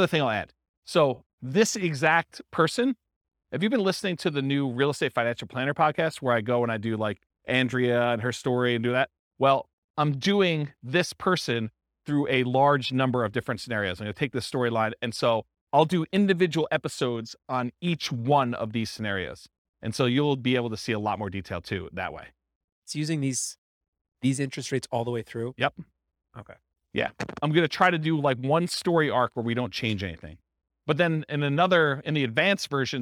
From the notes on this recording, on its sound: This was a live class recorded